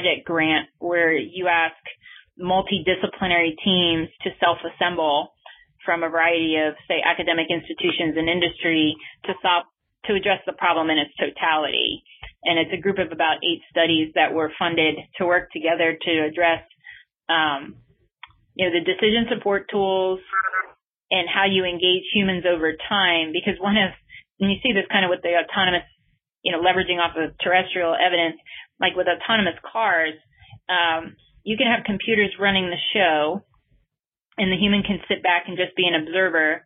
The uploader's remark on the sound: This talk was featured on the August 14 Future In-Space Operations weekly teleconference.